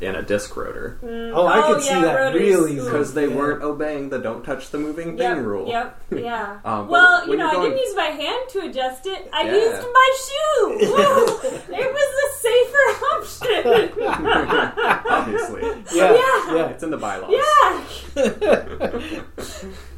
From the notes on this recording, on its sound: so expect some room tone in the audio this week